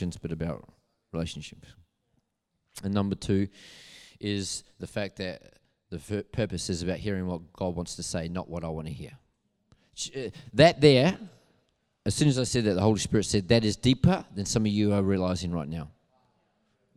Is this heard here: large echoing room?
yes